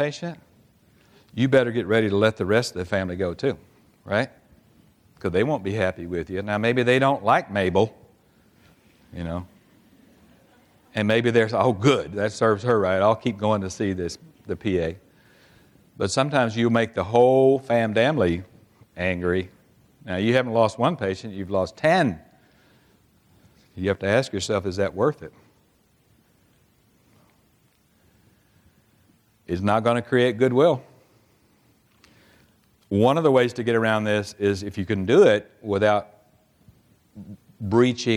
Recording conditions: live audience